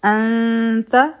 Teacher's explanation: زمونږ آواز به پوزې له لاړ شي، یعنی مونږ به غنه وکو او بیا به مونږ خپله ژبه د تا مخرج طرف ته روانه کړو. · Term: اخفا